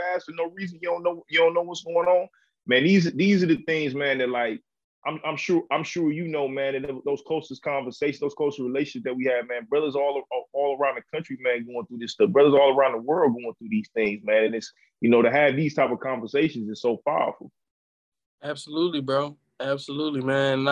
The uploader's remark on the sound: we met virtually